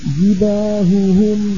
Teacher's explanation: بيان الهائين حتى لا يختلط صوتا الهائين ببعضهما